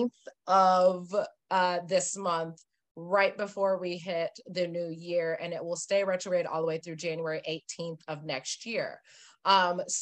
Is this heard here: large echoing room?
no